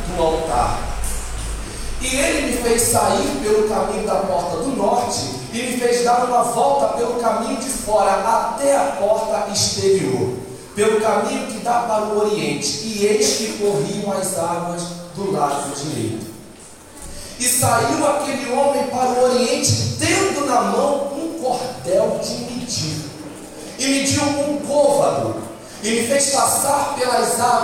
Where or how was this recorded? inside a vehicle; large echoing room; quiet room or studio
large echoing room